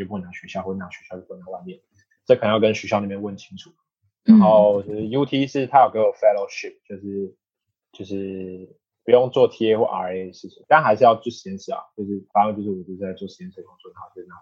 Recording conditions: video call